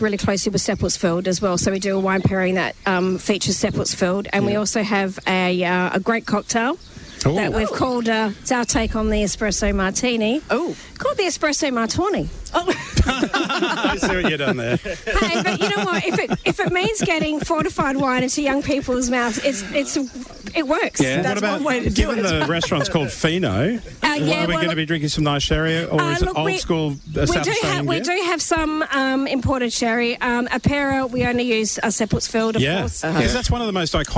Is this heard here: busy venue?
yes